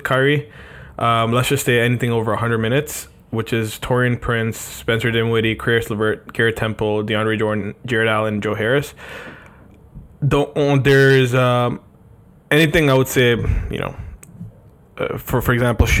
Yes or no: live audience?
no